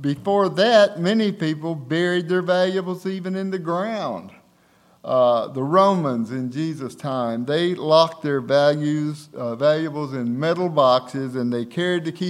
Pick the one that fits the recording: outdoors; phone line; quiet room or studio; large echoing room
large echoing room